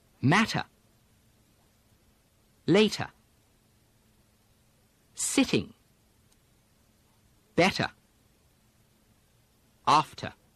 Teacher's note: the English don't change the medial T's to D's the way Americans do in words like matter, later, better.Keep that nice, clean T sound.